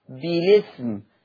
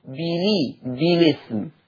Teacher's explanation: نقل حركة الهمز لللام يعني خلينا اللام مكسورة بلي بالإسم.